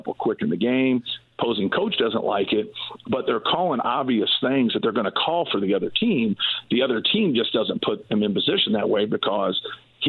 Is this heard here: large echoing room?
no